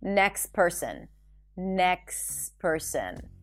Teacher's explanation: Next person, the T is between the S and the P. Next person, drop the T.